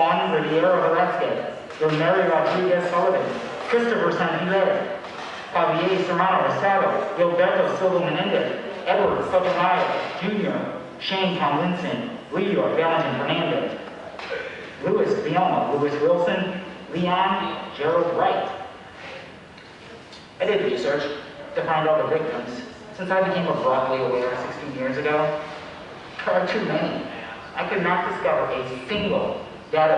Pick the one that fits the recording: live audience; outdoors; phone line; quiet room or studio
live audience